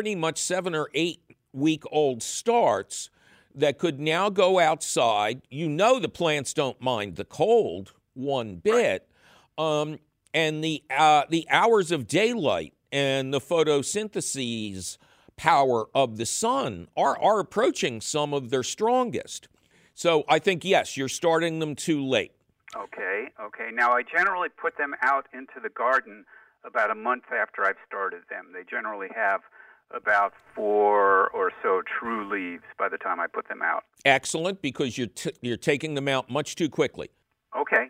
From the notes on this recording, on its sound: your running phone calls!